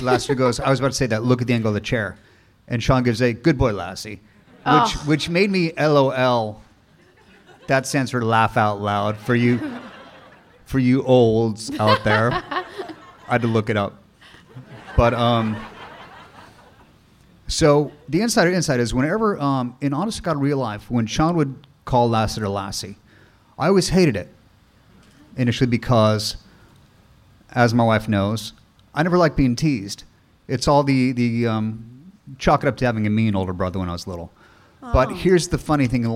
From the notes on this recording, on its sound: LIVE FROM SF SKETCHFEST. Are joined by 400 special guests LIVE.